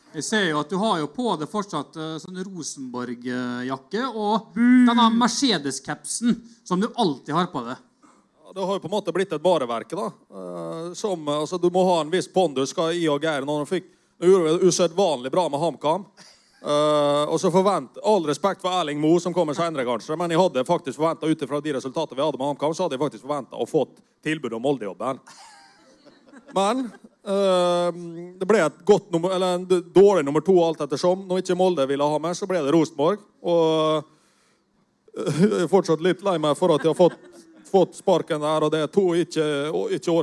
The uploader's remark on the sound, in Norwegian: Live fra Salt i Oslo.